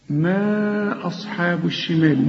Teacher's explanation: مد أربع حركات عند الوصل، ده مد منفصل، المد في كلمة والهمزة في كلمة أخرى